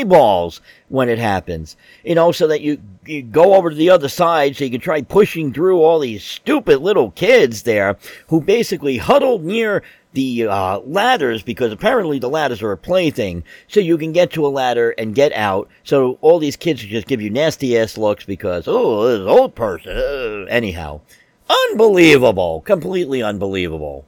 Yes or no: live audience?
no